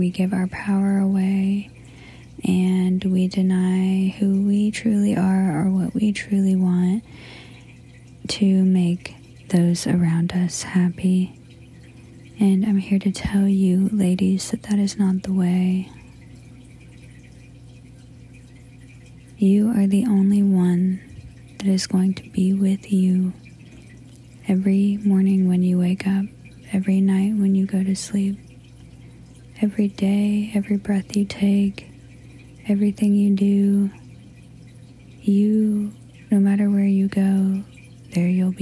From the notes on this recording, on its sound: I found this golden nuggie in my voice memos on my iphone.